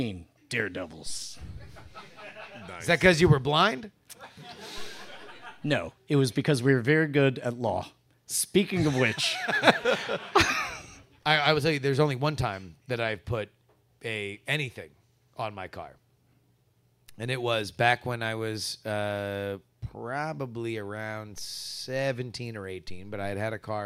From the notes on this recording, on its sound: Live in Austin, June 2023. Quack's Soundspace, it's Great Night live!